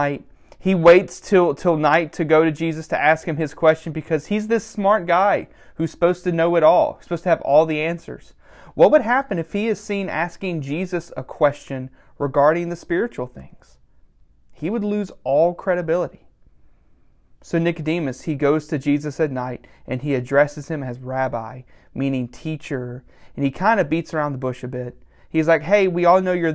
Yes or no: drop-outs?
no